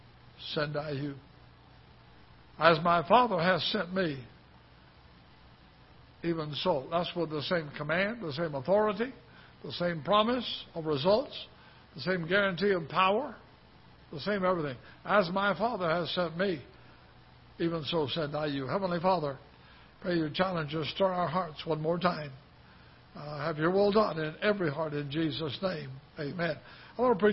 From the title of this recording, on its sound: Ketha Heights Baptist Church ~ Live Broadcast